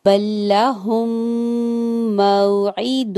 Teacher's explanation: ہم پر غنہ کیجئے to second کا ہول دیجئے لیکن بلہ پر ہول نہیں ہوگا ٹھیک ہے بلہم موعد اللہ